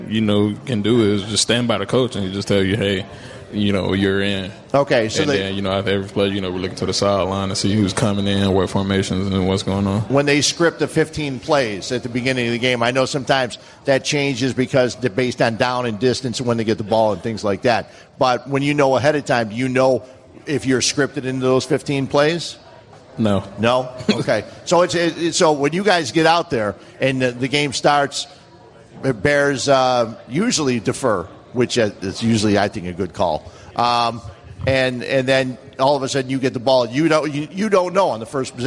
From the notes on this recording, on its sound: ESPN Chicago. Live from Bannerman's Sports Grill.